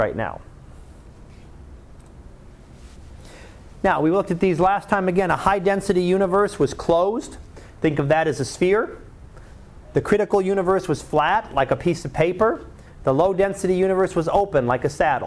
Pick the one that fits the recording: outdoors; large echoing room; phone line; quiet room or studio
large echoing room